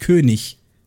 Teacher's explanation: die Endung IG ist im Deutschen immer ich